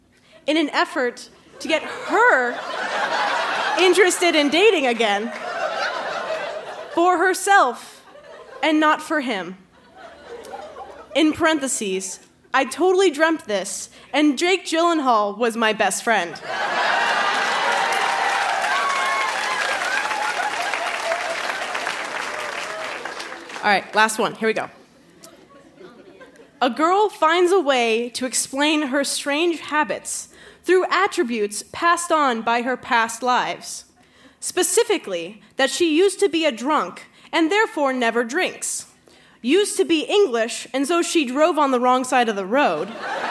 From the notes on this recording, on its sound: Recorded live at the Rio Theatre in Vancouver.